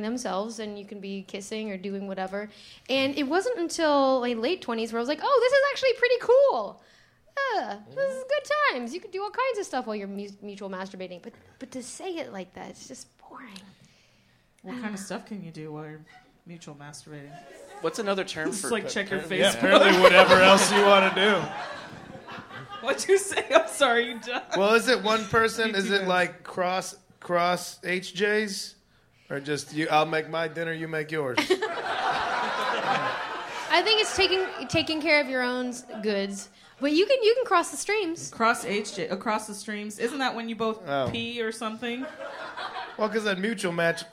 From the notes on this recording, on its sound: Live at Bridgetown Comedy Festival